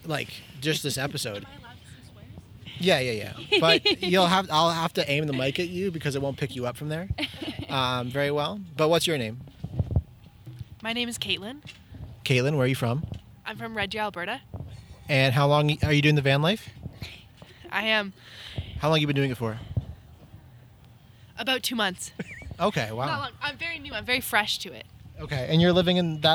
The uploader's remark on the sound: This episode was recorded in a public parking lot so lots of things were happening. Especially with strangers walking by who wanted to get in on the fun!